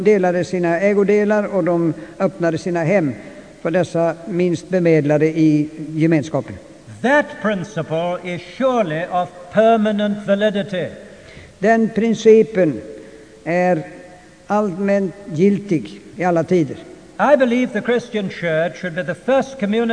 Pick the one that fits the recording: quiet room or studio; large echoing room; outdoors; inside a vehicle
large echoing room